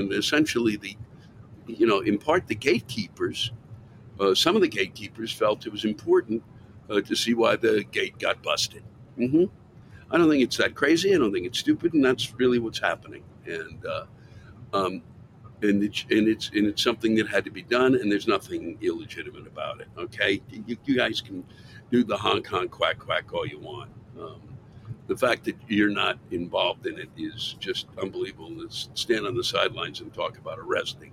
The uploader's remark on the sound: Recorded live somewhere on an interstate near the Colorado/Kansas border